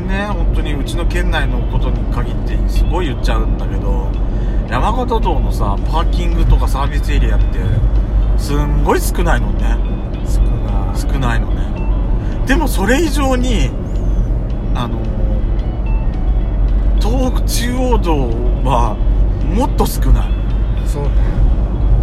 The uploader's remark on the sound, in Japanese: ドスドライブ収録。ロードノイズゴメンね。高速道路。